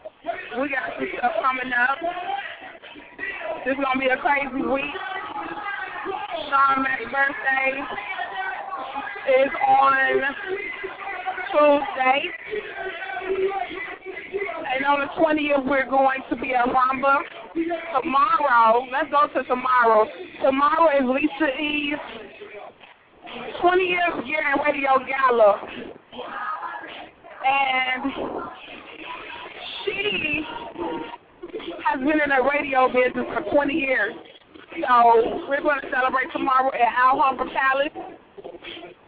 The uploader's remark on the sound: Live at club charisma in downtown chicago!